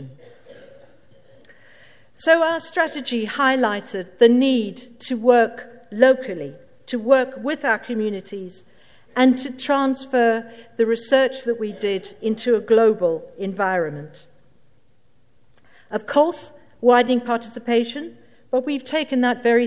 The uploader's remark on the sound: Keynote at SRHE Annual Research Conference 2017